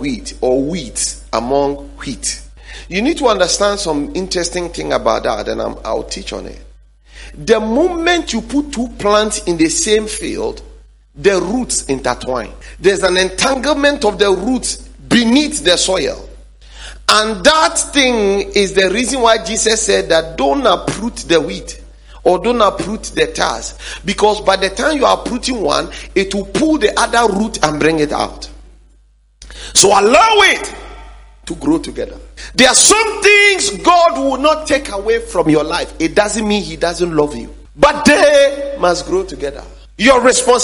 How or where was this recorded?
large echoing room